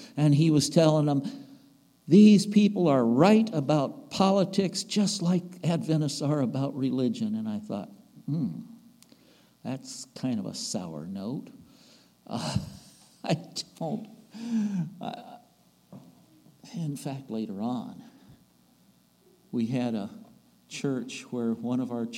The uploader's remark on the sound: recorded on September 3, 2022, at the Ringgold Seventh-day Adventist Church